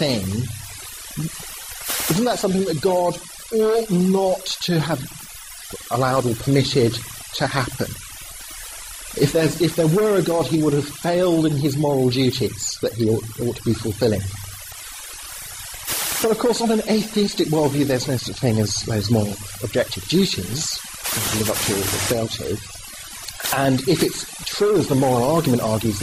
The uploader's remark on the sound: Talk and extended Q&A time at Sussex University, February 2010. With apologies for the below par audio quality.